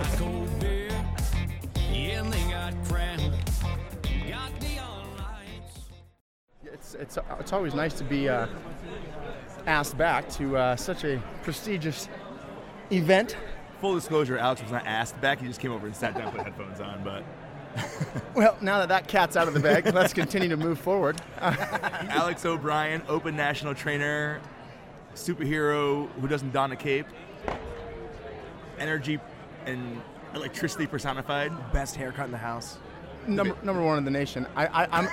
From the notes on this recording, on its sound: Broadcasting LIVE from SHAPE Nashville! Tune in to hear all the fun and insight from the national conference as it took place from the US Games booth in the Exhibit Hall.